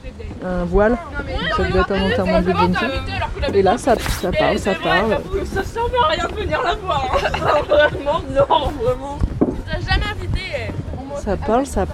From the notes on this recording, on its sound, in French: Episode spécial Festival de l'Oiseau en Baie de Somme. Découverte de la plage d'Ault et interviews.